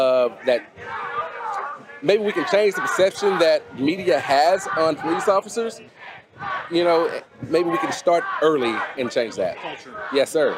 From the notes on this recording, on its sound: At the 2022 NRA convention in Houston